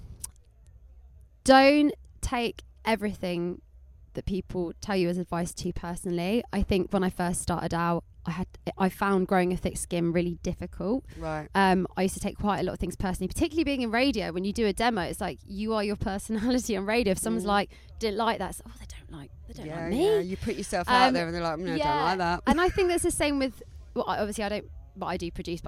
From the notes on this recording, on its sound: A quick chat in the studio van at Brighton Music Conference. Recorded live for istreem.tv.